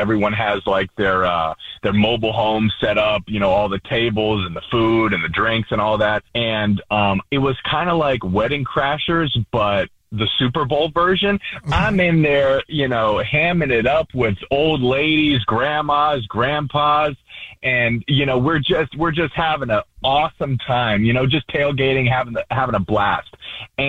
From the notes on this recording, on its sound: We have a listener on the phone